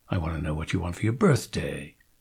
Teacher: Birthday is the operative word, with birth the stressed syllable.